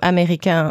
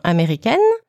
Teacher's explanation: Américain will be spelled A-I-N at the end, which is the sound un, and Américaine will be spelled A-I-N-E with the sound N for the female